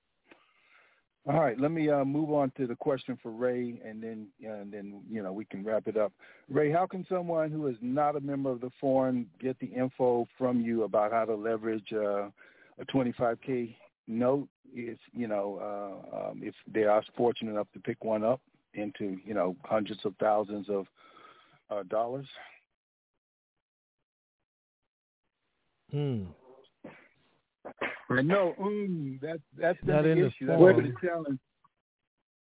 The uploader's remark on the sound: TNTSuperfantastic Conference Call